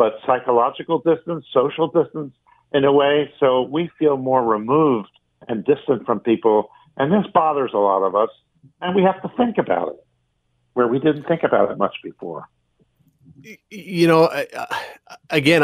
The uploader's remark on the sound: opens the phone lines